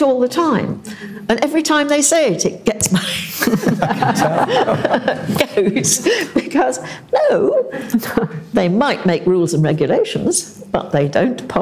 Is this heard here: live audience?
yes